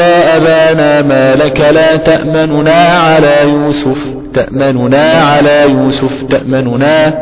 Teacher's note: اقول الوجه هنا الروم، الاتيان ببعض الحركة ثلثي الحركة وترك الثلث